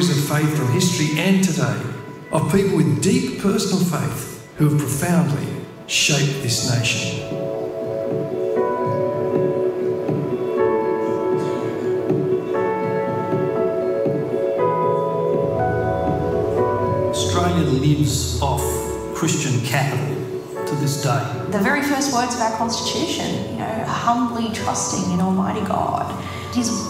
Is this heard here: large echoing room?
yes